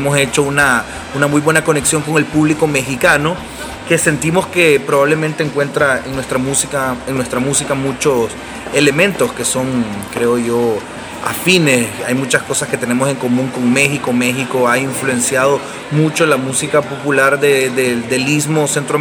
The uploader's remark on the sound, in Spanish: Minutos antes de su concierto en el Cactus Café. En Austin TX.